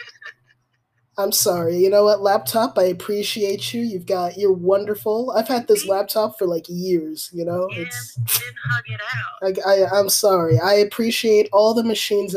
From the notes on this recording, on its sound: We had some technical difficulties while recording. I did my best with editing.